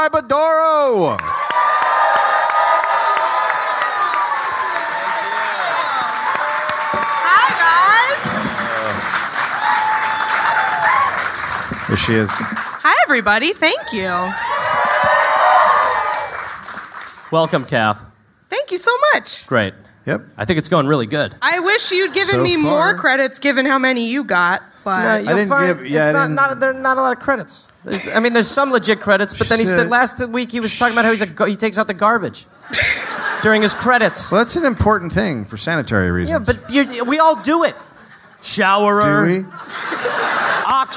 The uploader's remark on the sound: Live in Austin